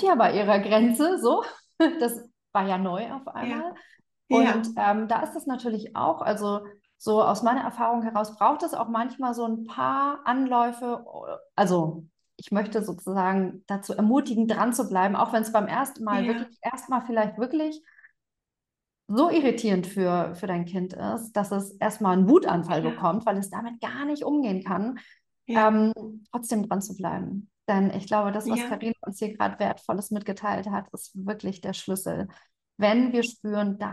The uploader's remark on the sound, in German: Live Interview auf Instagram